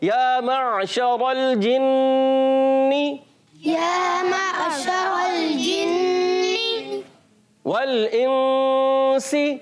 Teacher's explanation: ایک الف کا غنہ کرتے ہیں. ایک الف یعنی دو حرکات کی مقدار یہاں پر غنہ ادا کریں گے، ناک میں آواز لے جائیں گے